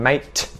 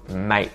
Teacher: we quite often mute that sort of T at the end · Shown in: second take · We'll just say mate.